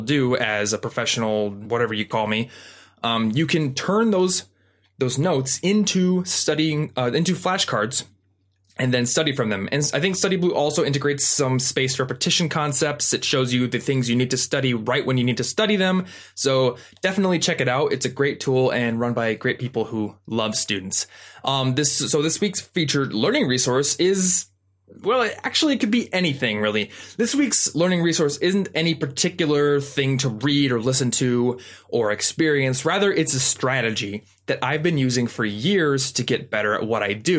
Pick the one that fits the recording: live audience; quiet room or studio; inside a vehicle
quiet room or studio